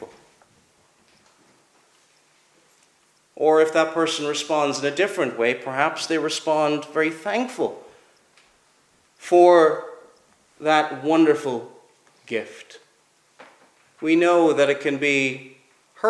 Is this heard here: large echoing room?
yes